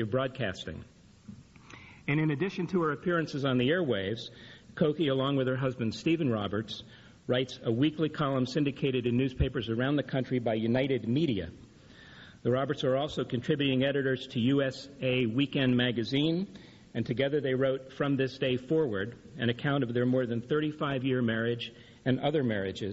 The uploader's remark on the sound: keynote address at the 2007 AASLH Annual Meeting